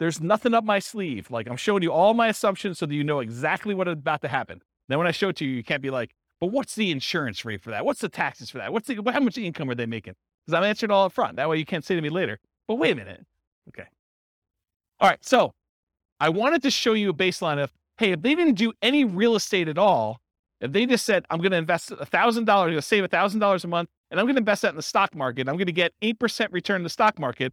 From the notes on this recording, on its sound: This was a live class recorded